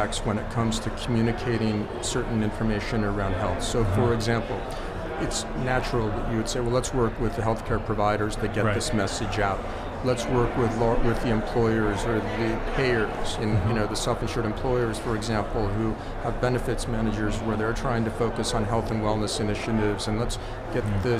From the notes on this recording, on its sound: recorded at HLTH in Las Vegas